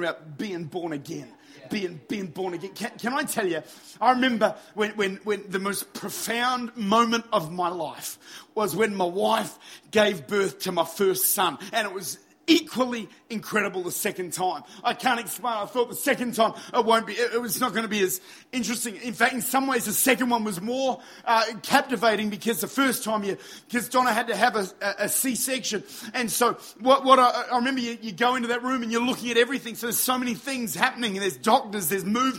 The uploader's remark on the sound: Recorded at Lifepoint Church, Adelaide. Recorded at one of our baptismal services at Lifepoint.